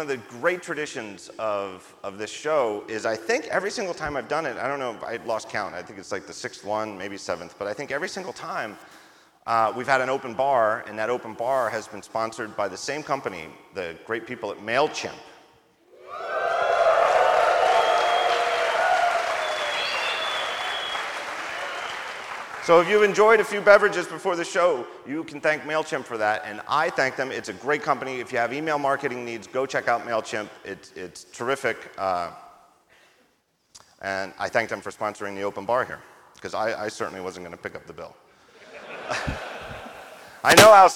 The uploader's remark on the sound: Live From WWDC 2017